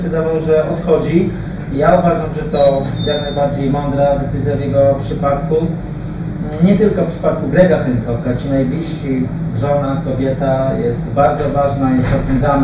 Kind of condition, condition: setting, busy venue